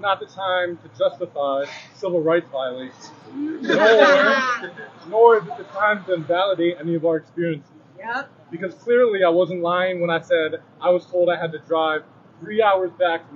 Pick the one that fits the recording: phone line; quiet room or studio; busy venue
busy venue